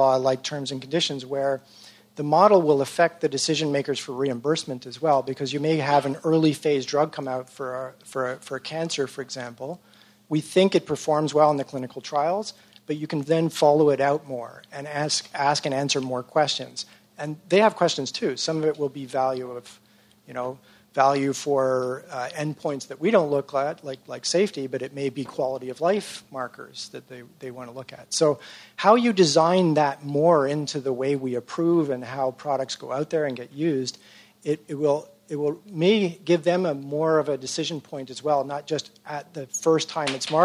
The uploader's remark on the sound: 2020 Live: 5th Annual Health Innovation Summit